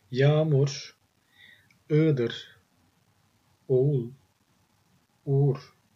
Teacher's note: If the preceding is a back vowel, one of A, U, O, or U, then yumuşak G will lengthen that sound.